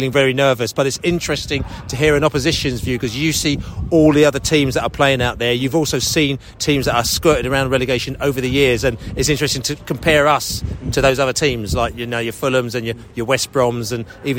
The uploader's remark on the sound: post-match podcast from the pub